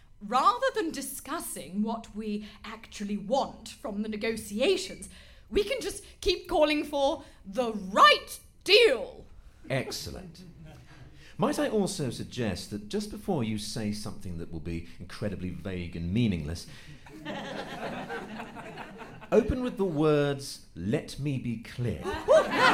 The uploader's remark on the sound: DEXIT: Demonic Exit was recorded in front of a live audience at The Comedy Store.